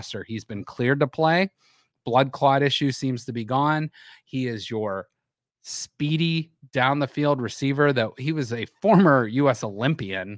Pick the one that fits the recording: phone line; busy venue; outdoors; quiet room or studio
quiet room or studio